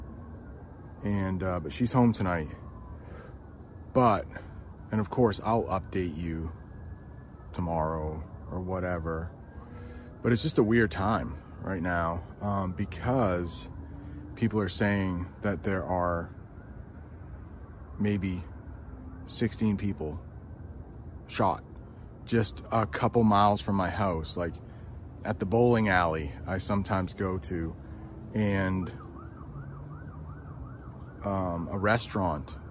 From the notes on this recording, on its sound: I'm outside of my house and there are sirens going on. I live in a town called Lewiston, Maine. The most sirens I've ever heard in my life, they've been going on for the last half hour. A lot of car horns going on right now.